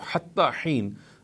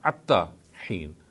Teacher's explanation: So it would be read as, instead of Hatta Heen, it would be the Ha of the first letter would be converted into an Ayn